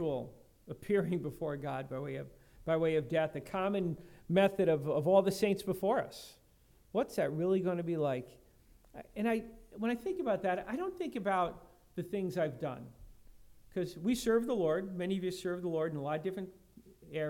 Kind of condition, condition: setting, large echoing room